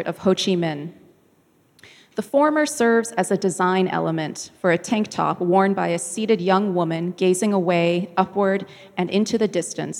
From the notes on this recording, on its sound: This talk was recorded live in August 2017 at National Gallery Singapore